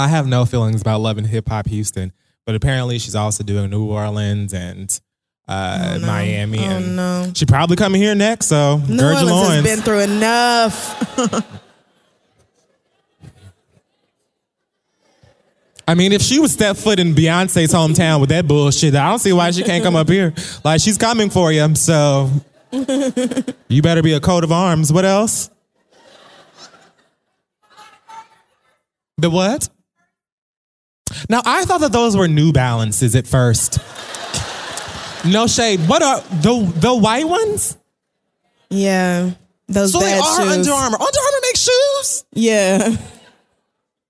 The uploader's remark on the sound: The Read Live from San Francisco